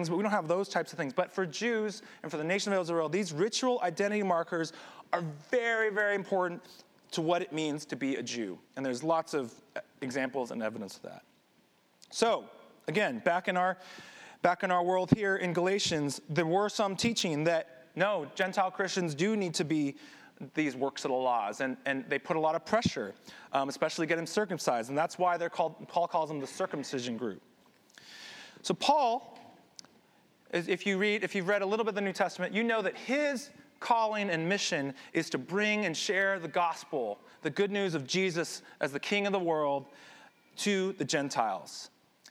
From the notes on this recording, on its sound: This sermon was recorded at Highway Palo Alto